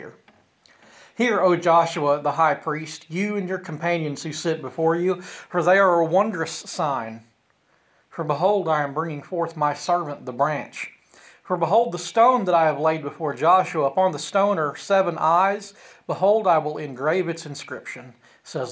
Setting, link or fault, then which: setting, large echoing room